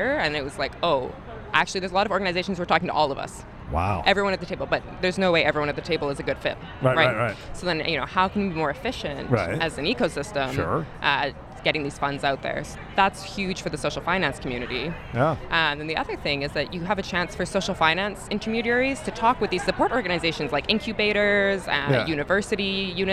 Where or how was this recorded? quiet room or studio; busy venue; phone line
busy venue